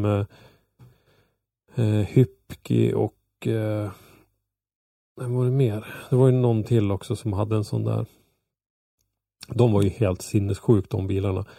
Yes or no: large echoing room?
no